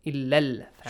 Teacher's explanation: alif mad will be changed to a fatha sound. It's no longer a long vowel. · Term: Short vowel